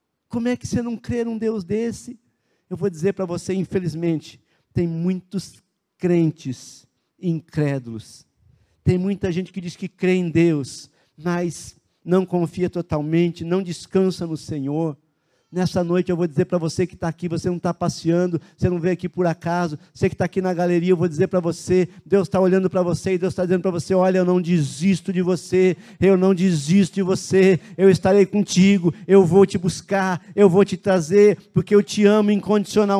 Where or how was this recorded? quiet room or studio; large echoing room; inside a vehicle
large echoing room